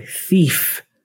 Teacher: you start with the tongue out, thi, but then the tongue needs to retract to pronounce the F at the end. The F has no tongue out.